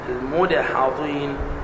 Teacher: ترقق الدال والحاء وتفخم الضاد، المدحضين وليس المضحضين، المضو هذه ضاد، الصواب المدحضين. نعم. فالتقمه